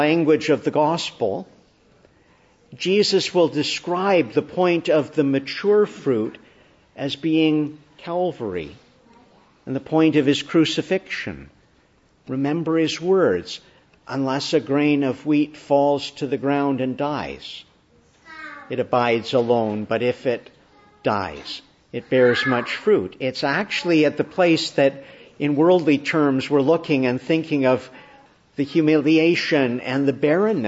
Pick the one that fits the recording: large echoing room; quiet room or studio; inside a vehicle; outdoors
large echoing room